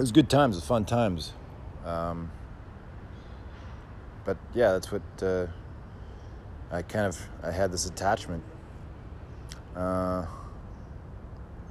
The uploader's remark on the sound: Coming to you live from an alleyway in Roseville